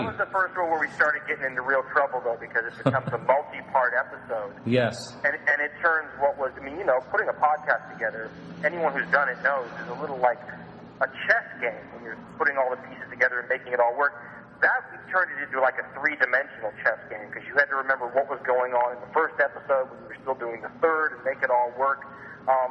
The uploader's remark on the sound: Phone Guest